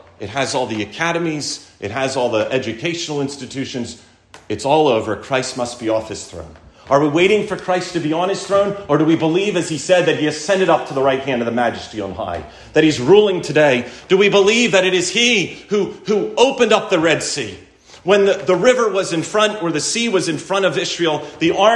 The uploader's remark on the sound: Recorded at Landis OPC.